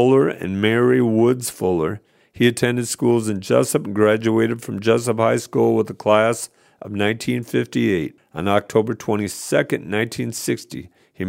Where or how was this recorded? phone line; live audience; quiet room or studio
quiet room or studio